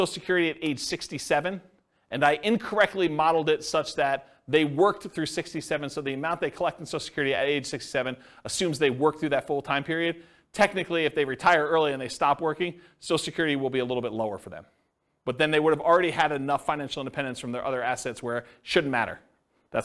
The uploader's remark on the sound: This was a live class recorded